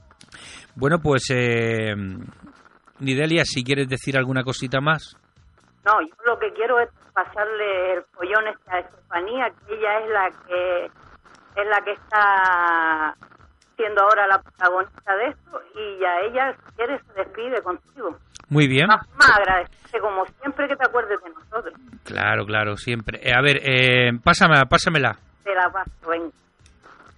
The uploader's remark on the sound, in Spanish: Entrevista telefonica